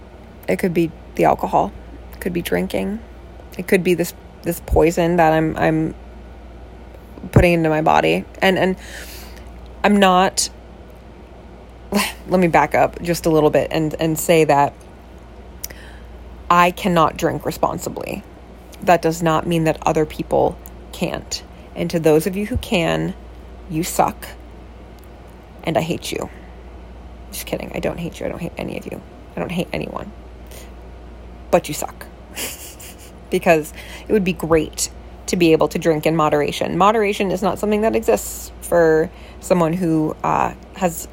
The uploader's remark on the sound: I literally recorded this last night, laying in bed with a bag of cheetos, a joint, and my cat (who makes several vocal suggestions).